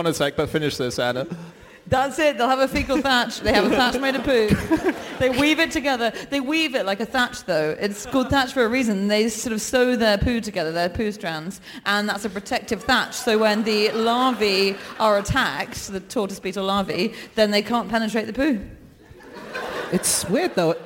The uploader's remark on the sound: Live from Auckland